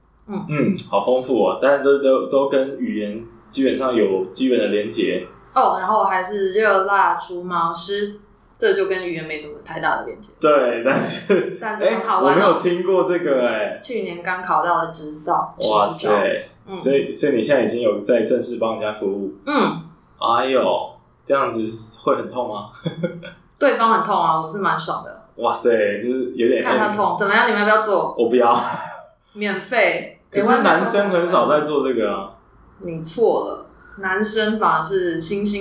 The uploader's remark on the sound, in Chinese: 這集錄音的品質又很糟了